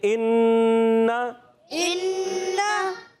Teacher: اچھا اننا جسے ہم نے پڑھا اننا اگر ہم کریں اننا تو یہ علی مدہ ہو جائے گا. اب نون کے بعد الف نہیں ہے اس لیے علی مدہ کھینچنا نہیں، صرف پڑھیں گے اننا اننا.